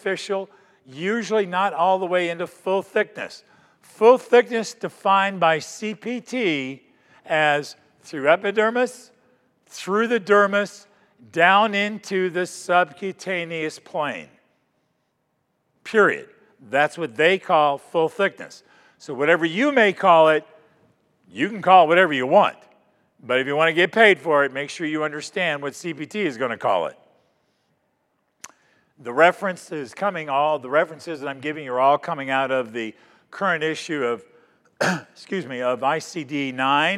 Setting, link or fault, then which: setting, large echoing room